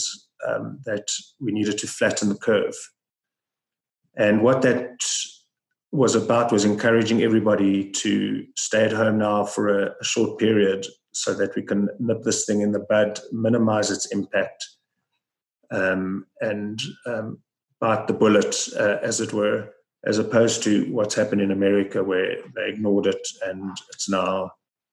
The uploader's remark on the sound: Listen to the full online Zoom call.